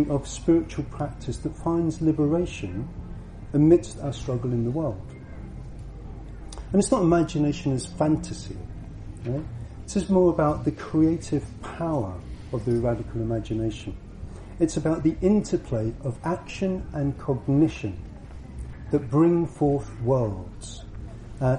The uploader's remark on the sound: At the Buddhafield Festival July 2016.